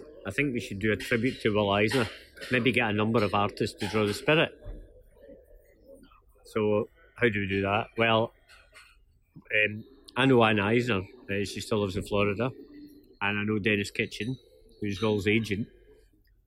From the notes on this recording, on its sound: This podcast was recorded in a bar on Byres Road and may feature background noise and Glasgow patter.